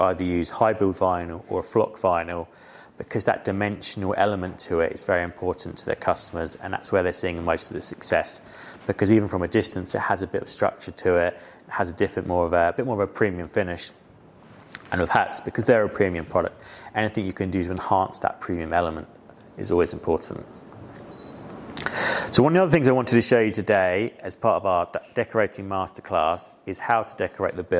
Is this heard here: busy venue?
yes